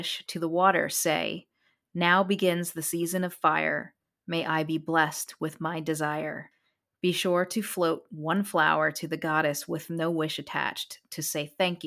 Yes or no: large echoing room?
no